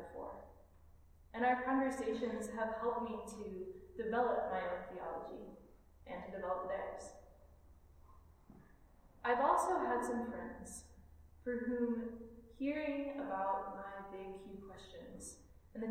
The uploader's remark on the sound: This Minisode is a recorded sermon delivered at All Souls Community Church of West Michigan, a Unitarian Universalist congregation in Grand Rapids. If this recording is too quiet, we are sorry!